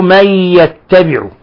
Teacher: نون ساكنة جاء بعدها الياء، الحكم التجويد إضغام غنة